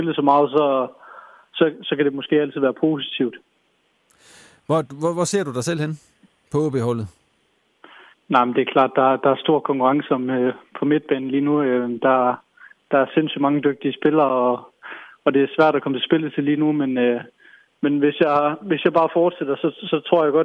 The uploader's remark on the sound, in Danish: et telefoninterview